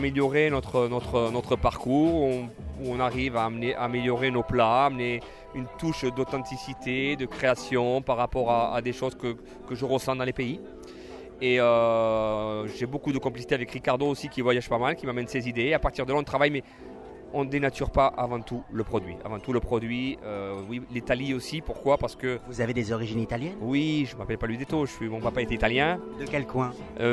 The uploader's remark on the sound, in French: Beef Bar x Plage 45 - Cannes 2016